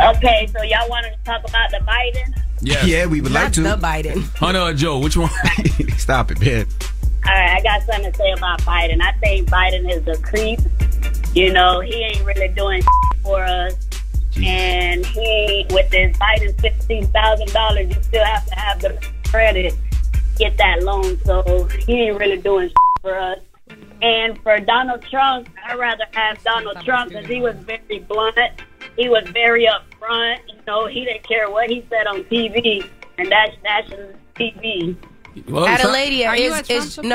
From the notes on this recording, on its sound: We then open the phone lines